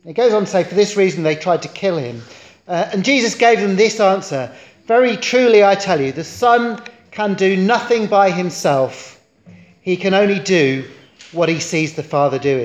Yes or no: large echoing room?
yes